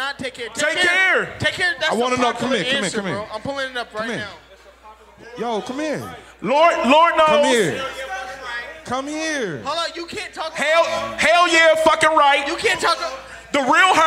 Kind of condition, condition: setting, busy venue